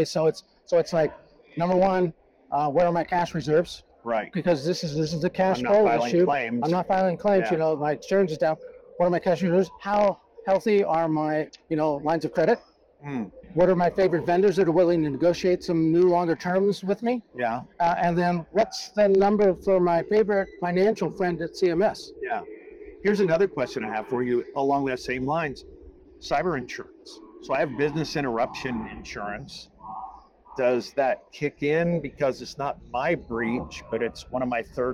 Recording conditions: busy venue